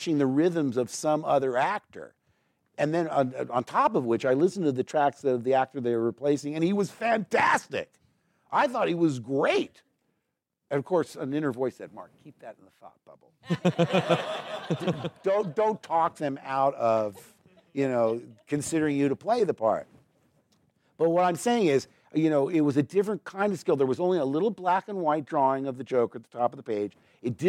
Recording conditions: live audience